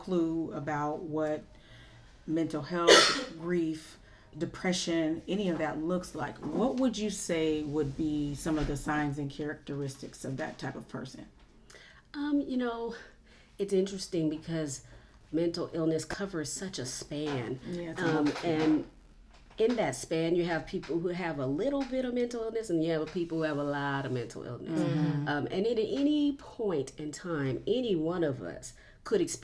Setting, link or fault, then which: fault, sounds in the background